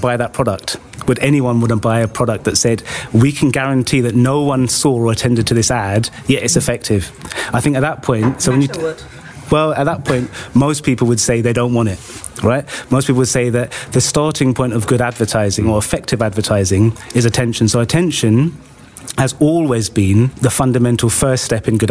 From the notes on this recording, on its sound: Attention Special: LIVE at The Last Thursday Club. Recorded at IAB UK HQ in front of an audience of members at our second Last Thursday Club.